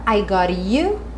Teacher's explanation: Aqui eu representei a maneira como o próprio James Brown costuma cantar, que é fazer a redução do T pro rararã